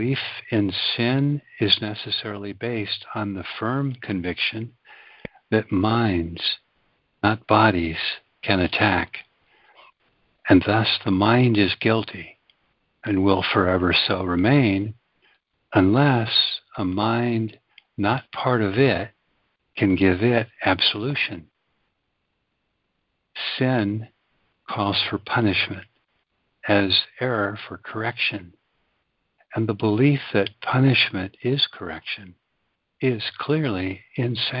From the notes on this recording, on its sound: ACIM Daily Conference Call.